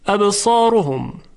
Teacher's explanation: در کلمه ابصارهم حرف را طبیعتا تفخیم میشه چون ضمه داره.